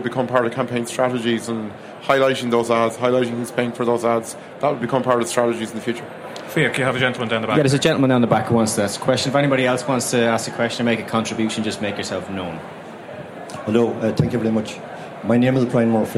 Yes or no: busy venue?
yes